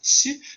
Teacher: You have S, you pronounce it as you pronounce it, and if you have a palatalized, it's S, so you pronounce the S, but the front part of the tongue goes towards the palate. Actually, it's the point where the vowel E is pronounced.